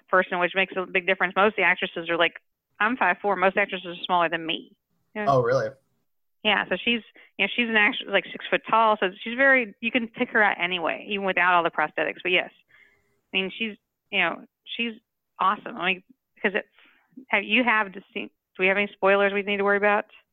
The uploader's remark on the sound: Gets on the phone with three guests who attended this year’s STLV convention.